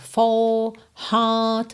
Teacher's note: O inglês britânico não enrola os R's e alonga a vogal anterior